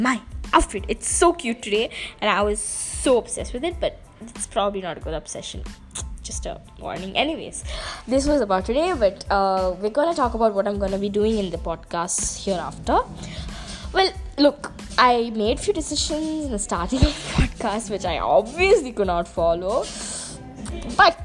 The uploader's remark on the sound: Ignore the bg sounds